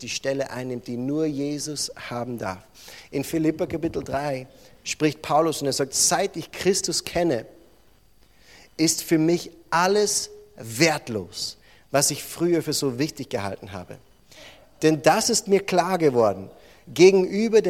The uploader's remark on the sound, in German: Diese Botschaft wurde in der Freien Christengemeinde Rohrbach aufgenommen.